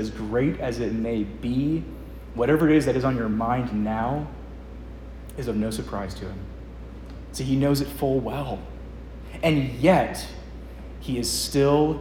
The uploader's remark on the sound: Preached at Edgemont, ARP in Covington, VA